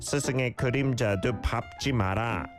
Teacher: although it's spelled 의, usually pronounced 에, means like apostrophe S.